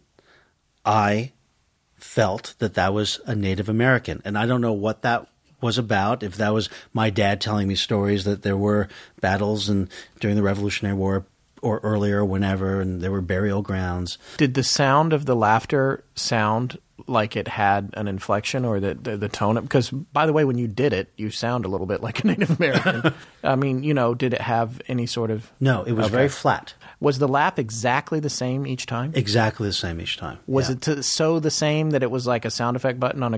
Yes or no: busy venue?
no